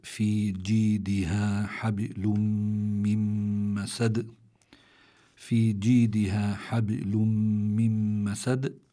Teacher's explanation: الله تعالى يقول في جيدها حبل من مسد، في جيدها حبل من مسد، في عندي في كلمة حبل في عندي باء ساكنة وسكون أصلي هذا، فعندي هون الباء مقلقلة، لكن لكونها في وسط الكلمة بيكون القلقلة أخف مما لو كانت عند الوقف